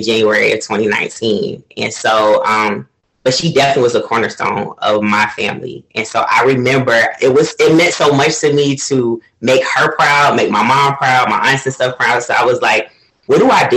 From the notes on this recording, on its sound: Please be advised, there were technical difficulties during this episode recording.